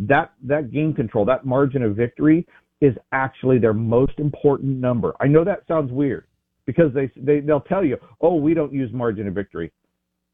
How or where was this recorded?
phone line